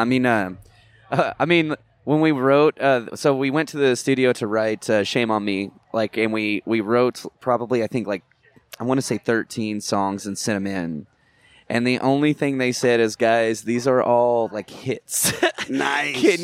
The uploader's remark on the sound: at Blue Ridge Rock Festival 2023